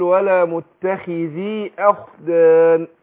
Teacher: الخاء هنا المكسورة بتاخد أدنى درجات التفخيم. أقول ولا متخي وما أقولش ولا متخي خي لا، وأقول ولا متخذي أخدان.